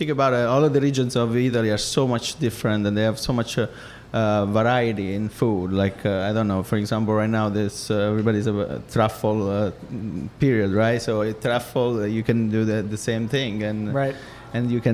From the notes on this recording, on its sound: at Ends Meat in Industry city for a LIVE Feast Yr Ears